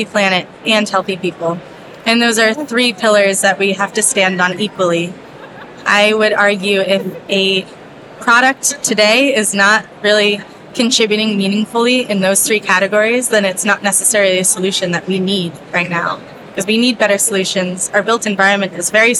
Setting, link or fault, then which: setting, busy venue